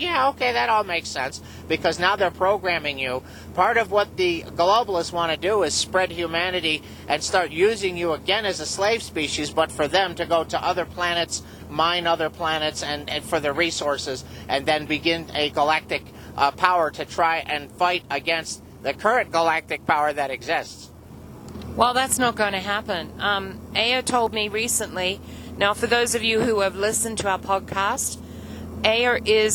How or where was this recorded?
inside a vehicle